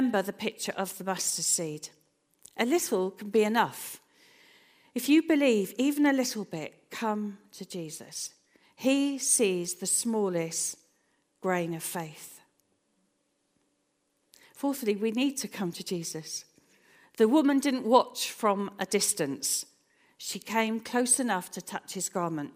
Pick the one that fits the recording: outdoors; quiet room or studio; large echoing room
large echoing room